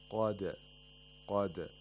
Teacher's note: we have to make sure that the sound of دال bounces back and is not trapped in the place of articulation of دال. قد، قد، the sound is a neutral sound which is not inclined to any of the three short vowels. · Term: قلقلة